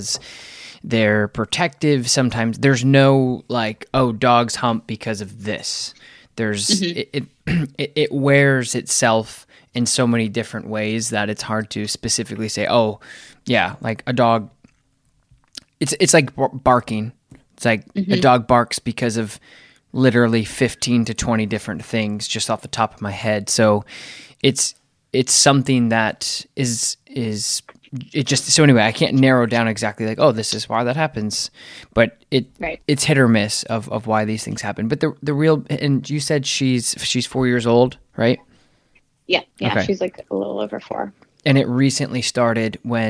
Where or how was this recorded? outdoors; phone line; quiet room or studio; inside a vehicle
quiet room or studio